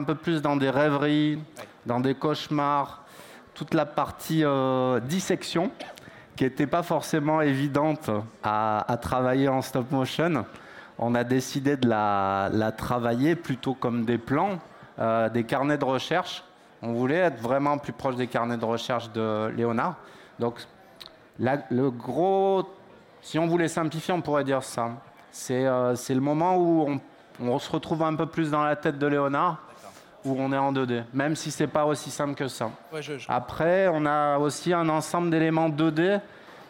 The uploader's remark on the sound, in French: Questions et réponses avec le public. Salon des Technologies de l’Image et du Son.